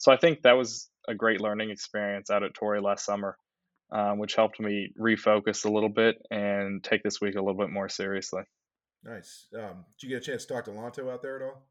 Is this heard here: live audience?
no